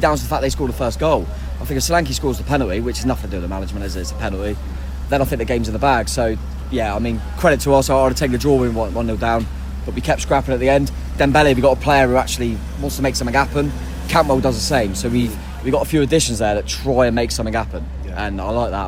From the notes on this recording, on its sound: From the party atmosphere in The Manchester before the game, right through to the nightlife in Blackpool after hours. We took our microphone with us to capture it all, including the raucous scenes at full-time at Bloomfield Road.